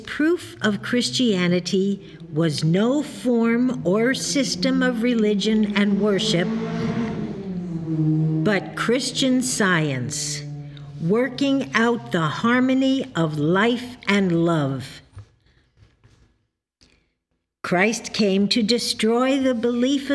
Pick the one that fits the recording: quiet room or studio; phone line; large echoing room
large echoing room